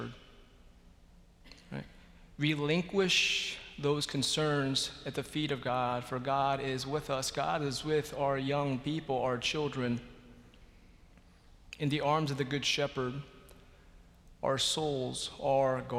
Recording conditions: large echoing room